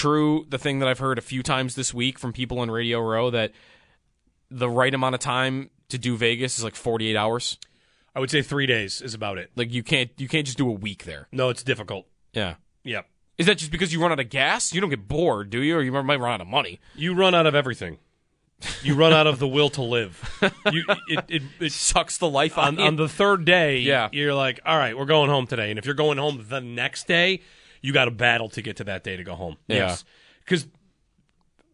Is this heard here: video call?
no